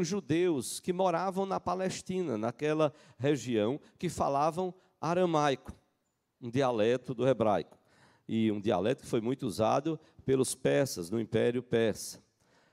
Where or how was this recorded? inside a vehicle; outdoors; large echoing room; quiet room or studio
large echoing room